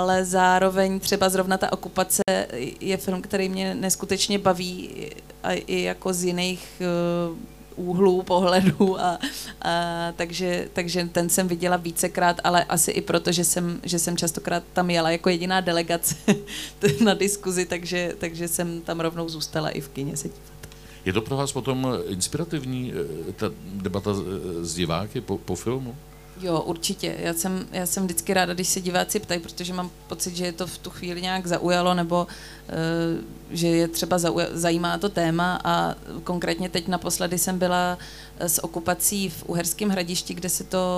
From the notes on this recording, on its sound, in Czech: Zlín Film Festivalu. Přišla do Festival Cafe na rozhovor.